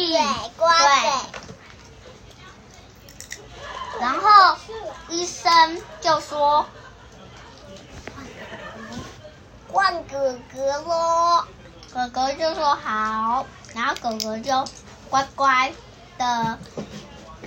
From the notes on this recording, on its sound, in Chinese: 原汁原味一刀未剪。本集是由一群孩子們關在房間邊嗑瓜子邊錄音。